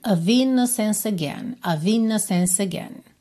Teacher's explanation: Aqui ele juntou o C final de innocence, que o E final seria mudo, certo? Você terminaria nesse som, um C com som de S.